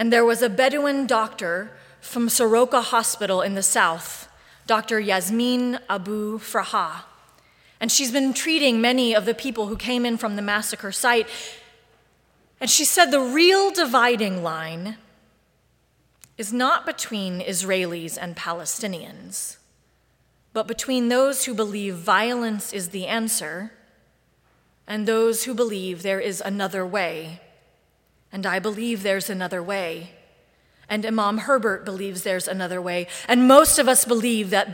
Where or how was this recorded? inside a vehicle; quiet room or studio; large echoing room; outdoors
large echoing room